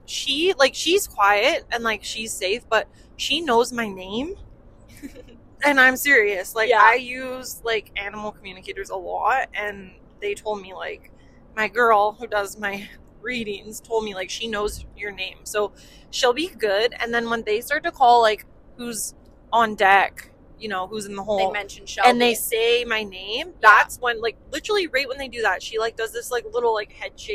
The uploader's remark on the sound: On a late night drive home from Claresholm, Alberta. In the truck they discuss.